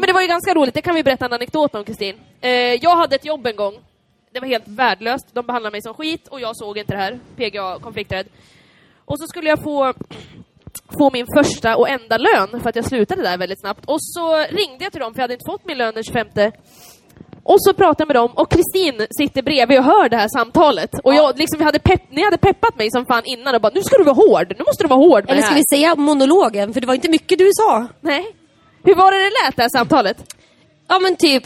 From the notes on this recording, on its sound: LIVE inspelning fr&aring;n West Pride! LIVEPOD West Pride. Del 2 av vår LIVE inspelning från West Pride!